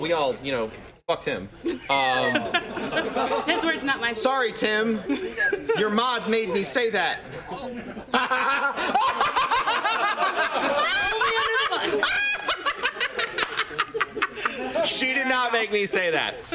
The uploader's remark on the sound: LIVE from Micro Center! Taking questions from a live studio audience.